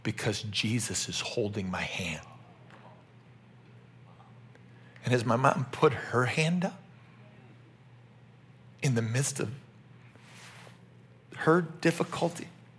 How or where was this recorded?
large echoing room